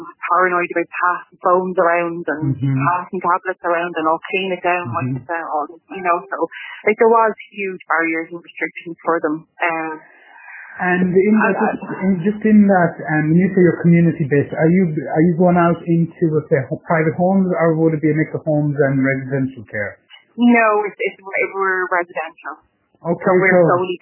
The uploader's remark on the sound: The conversation is our raw and unedited phone conversation.